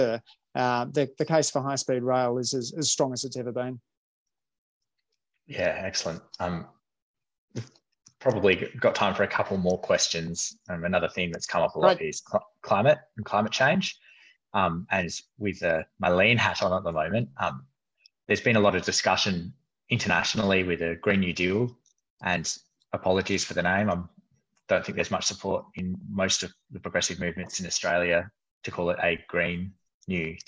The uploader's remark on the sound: Conversation recorded via Zoom